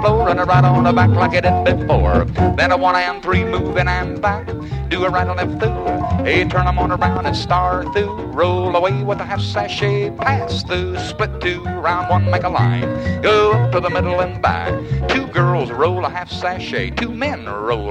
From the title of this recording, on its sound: A Vintage MWSD Live Dance Recording